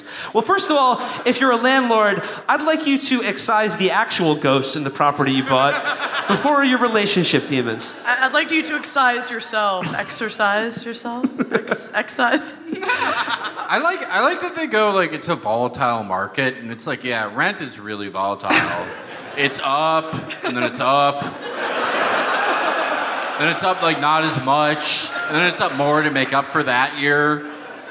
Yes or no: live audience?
yes